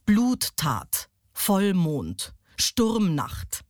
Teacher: Der Spondeus also besteht eben aus zwei betonten Silben und damit ist so ein bisschen, ja, damit ist das Redetempo gedrosselt.